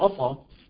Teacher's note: لو فخم السين قليلا ماذا تصبح؟ تصبح عصا